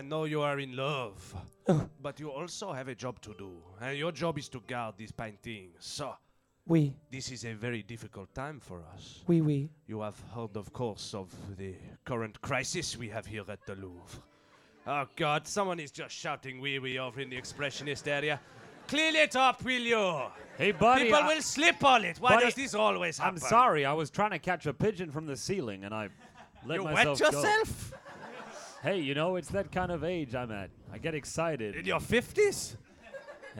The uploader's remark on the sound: The audience’s childish response to French affirmatives threaten to disrupt the play’s mise-en-Seine.